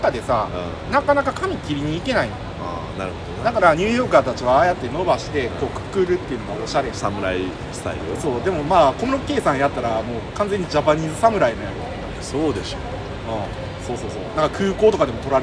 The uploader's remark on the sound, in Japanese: 公園で収録してます